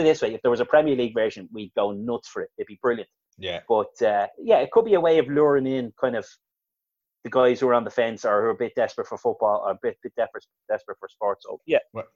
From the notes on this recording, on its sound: Zoom Show.